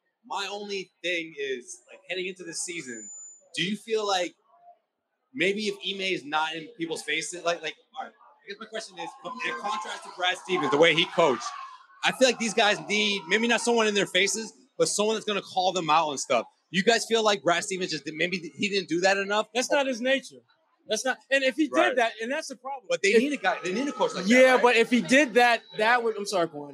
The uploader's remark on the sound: LIVE from The Greatest Bar in Boston